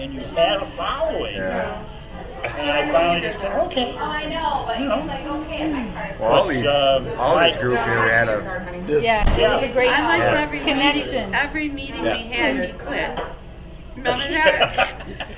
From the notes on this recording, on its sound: WLCS, WEFG, and Talk n Tunes reunion at the Pop a Top in Muskegon.